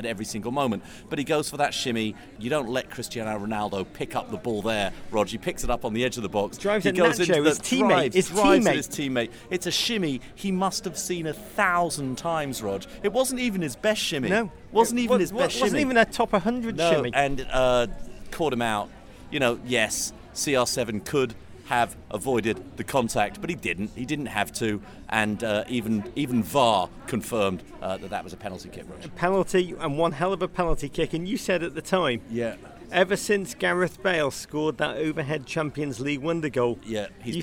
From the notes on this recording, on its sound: Live in the Minneapolis Airport. Emergency live pod from Minneapolis Airport.